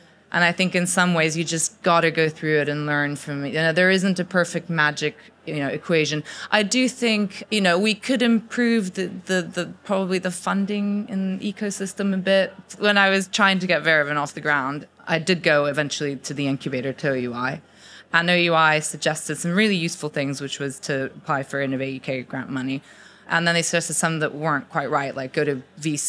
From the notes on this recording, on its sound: Audience Q&A